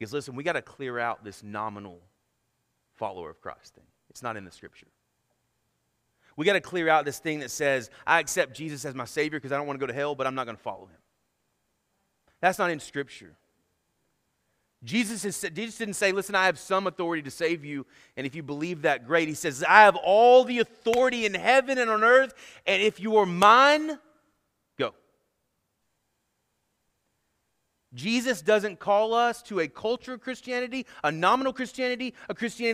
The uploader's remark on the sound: Sermon Audio from our Worship service